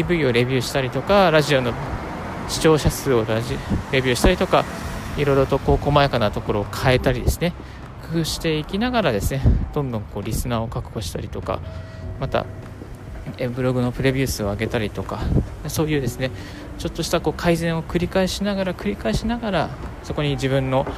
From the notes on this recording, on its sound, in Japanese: 歩きながらラジオ配信